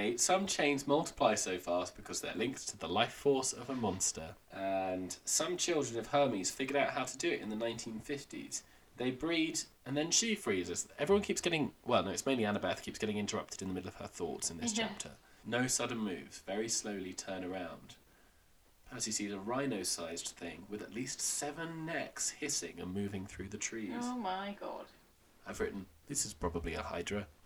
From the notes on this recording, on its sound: Apologies once again for the sound issues, we had some problems with one of the microphones. This podcast seems a bit cursed when it comes to sound issues.